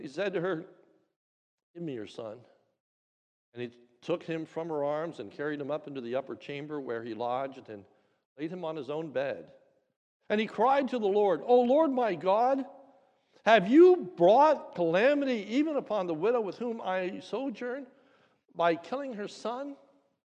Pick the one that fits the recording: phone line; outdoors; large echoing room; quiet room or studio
large echoing room